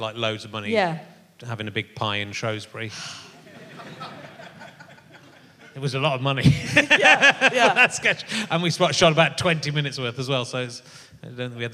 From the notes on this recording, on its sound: An interjection from the audience. It was a mistake to bring the show to the provinces.